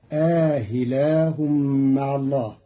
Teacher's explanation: قرأ قالون كلمة أإله بتسهيل الهمزة الثانية بين مع الإدخال فتصير آهلاه مع الله.